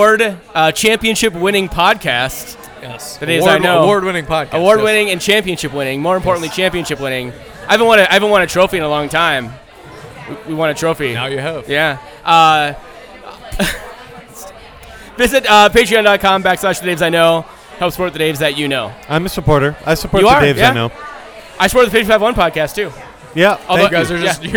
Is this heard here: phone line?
no